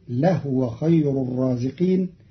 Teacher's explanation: قرأ قالون كلمة لهو بإسكان الهاء